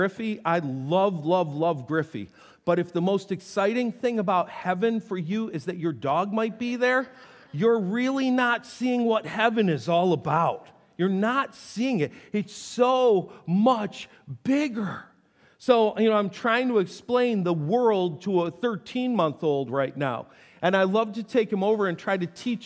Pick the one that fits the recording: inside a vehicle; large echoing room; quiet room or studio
large echoing room